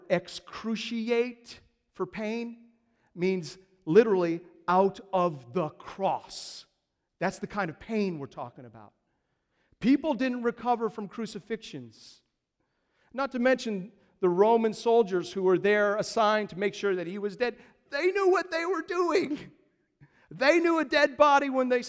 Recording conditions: large echoing room